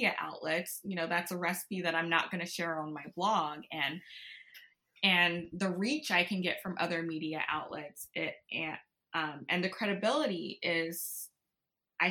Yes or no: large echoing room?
no